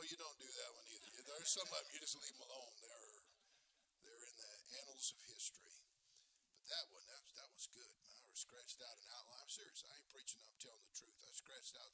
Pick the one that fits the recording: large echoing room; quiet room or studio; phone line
large echoing room